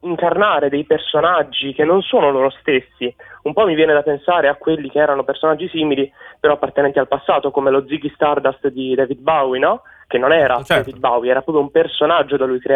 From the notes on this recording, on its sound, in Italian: Parlando al telefono con un ascoltatore